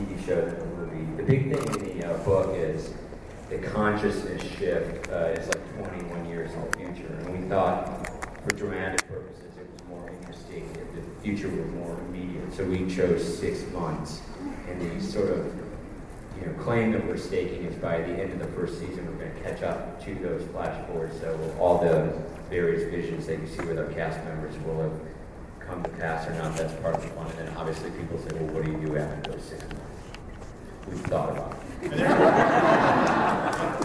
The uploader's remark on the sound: Comic-Con 2009: Flash Forward Panel. Here is that panel in audio form.